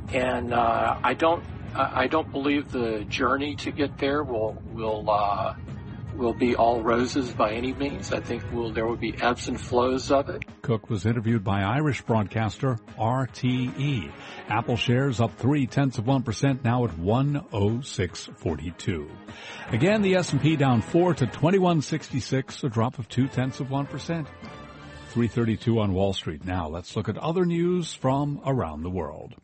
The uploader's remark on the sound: Live from the 2016 US Tennis Open.